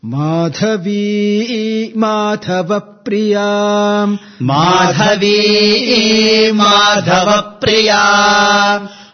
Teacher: the second ma, Madhavapriyam, ma carries upward intonation